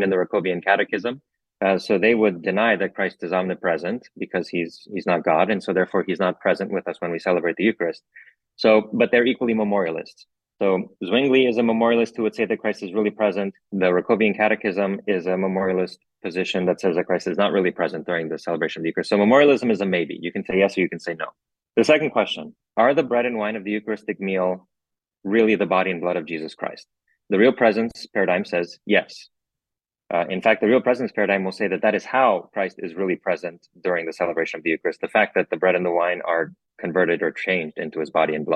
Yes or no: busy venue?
no